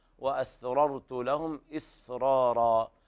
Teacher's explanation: الراء المتكررة في الكلمة يفخمها ورش وباقي القراء